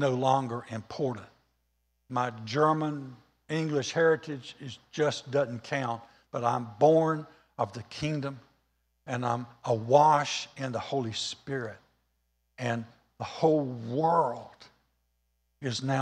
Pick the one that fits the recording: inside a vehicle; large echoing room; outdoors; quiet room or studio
large echoing room